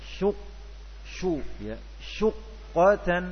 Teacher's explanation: ketika masuk qaf yang pertama, qaf yang bersukun, ya, syuq, lidah kita angkat ke atas, bibir kembali pada posisi semula